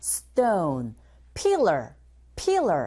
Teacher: Stone, T 사운드, 된소리 현상.